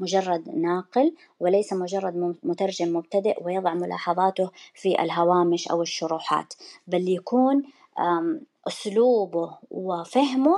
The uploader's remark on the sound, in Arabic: تسجيل لمساحة ابن رشد الأسبوعية على منصة تويتر.